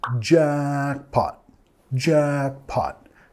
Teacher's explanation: vamos a acentuar la primera sílaba